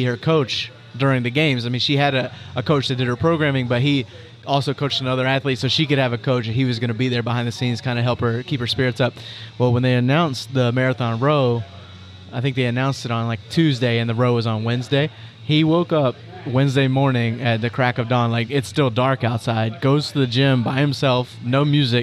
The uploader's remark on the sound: Live From Row24 At CrossFit Sua Sponte